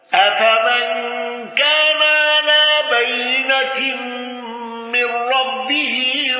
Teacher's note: حمزة بالسكت على المفصول